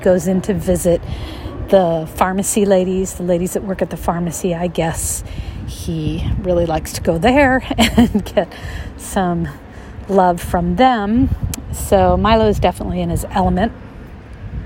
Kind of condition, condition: fault, sounds in the background